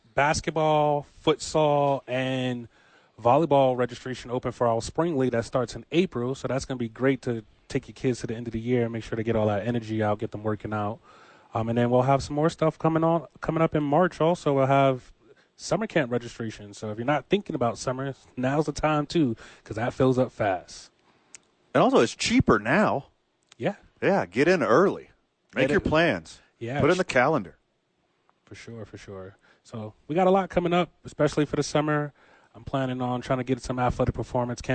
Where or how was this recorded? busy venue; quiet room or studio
busy venue